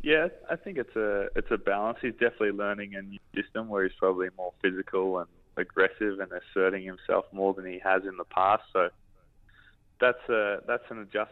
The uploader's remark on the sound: on the line